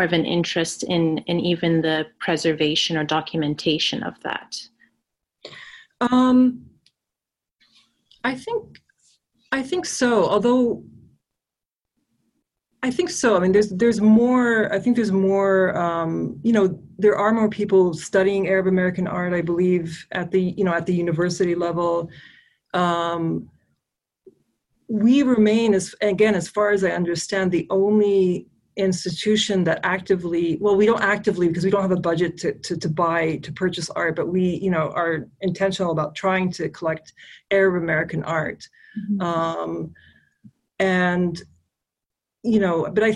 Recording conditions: video call